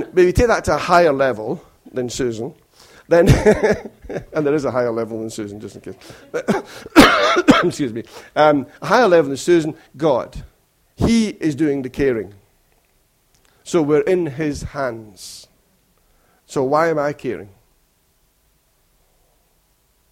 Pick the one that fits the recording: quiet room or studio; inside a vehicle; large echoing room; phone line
large echoing room